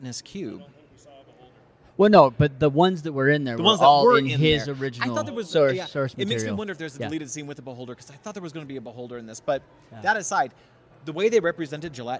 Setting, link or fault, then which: setting, busy venue